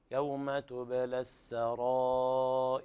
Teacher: المد هنا مد واجب يعني مد أربع أو خمس حركات